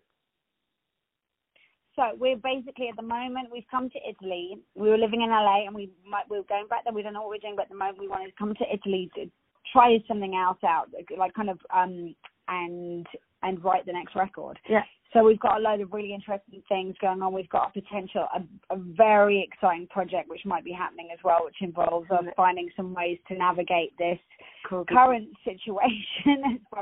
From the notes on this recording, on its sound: On the phone